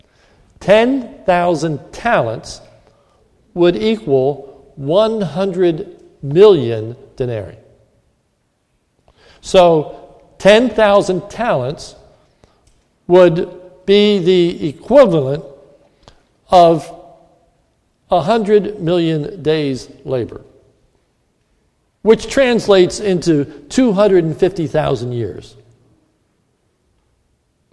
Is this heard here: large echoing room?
yes